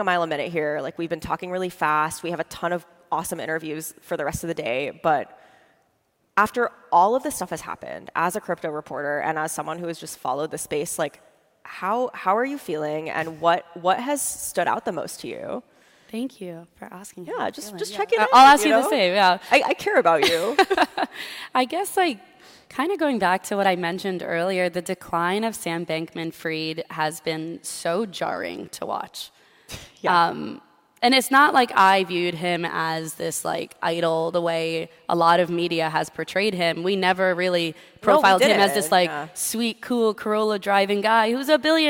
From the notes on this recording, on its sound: Live from TC Crypto. We tore up the script for our Thursday episode this week, which we recorded live on stage at our TechCrunch Crypto conference in Miami.